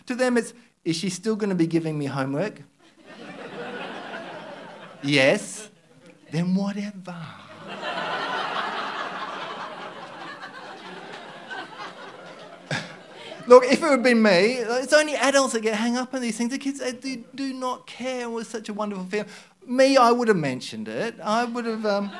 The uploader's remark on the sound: Barefaced Stories are told live onstage in Western Australia.